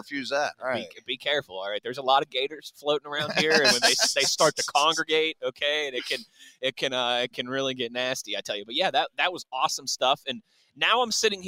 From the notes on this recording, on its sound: HR3: The Blitz LIVE from the NFL Combine.